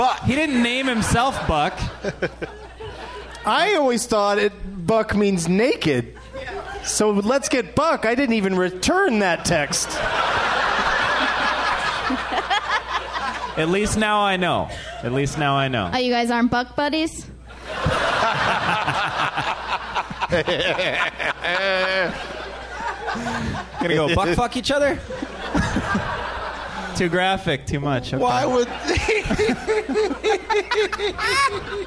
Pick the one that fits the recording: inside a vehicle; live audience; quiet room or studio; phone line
live audience